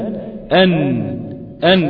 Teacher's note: طرف اللسان بيلتصق مع ما فوق الثنايا العليا، مع ما فوق الثنايا العليا ده بيغلق، فالهواء اللي داخل اللي جاي من الداخل بيجد المخرج مغلق. اتصرف منين اروح فين؟ بيخرج من الخيشوم، عشان كده بنقول فيها صفة الغنة